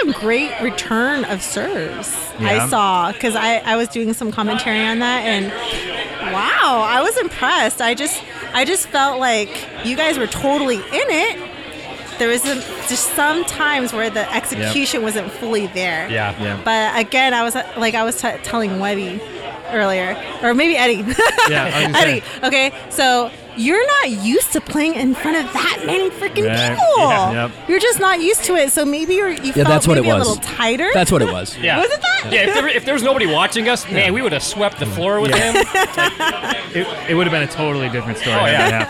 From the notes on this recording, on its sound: Live from the 2019 Beer City Open Pre-Party at Perrin Brewing. LIVE from the Perrin Pre-party for the 2019 Beer City Open Pickleball Tournament!